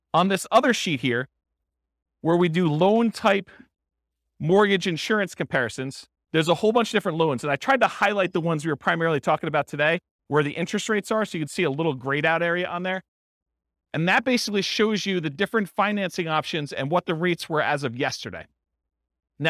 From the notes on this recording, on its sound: This was a live class recorded